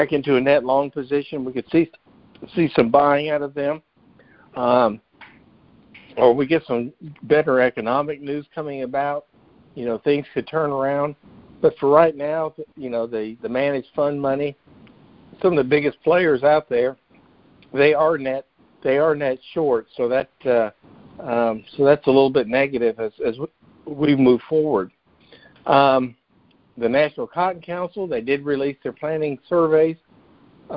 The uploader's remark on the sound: Monthly Conference Call